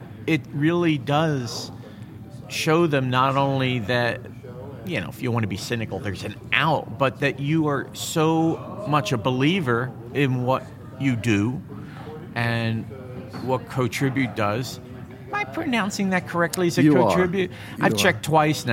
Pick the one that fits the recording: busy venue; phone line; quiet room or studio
busy venue